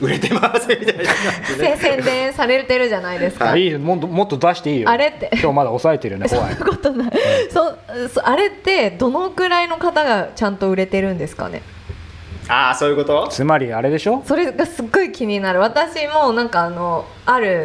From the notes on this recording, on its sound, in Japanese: 初の公開収録